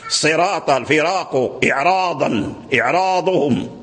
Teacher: كل هذه بالتفخيم يعني لأن بعد الراء حرف من حروف الاستعلاء